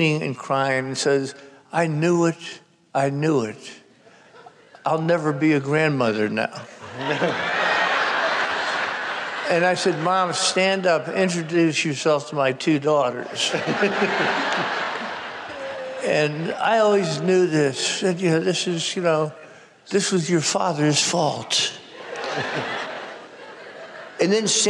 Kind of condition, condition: setting, live audience